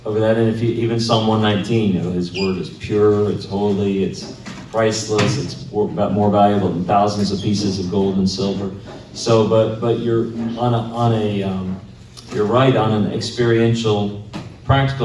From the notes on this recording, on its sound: Lunchtime Q&A of the Interpreting the Bible Seminar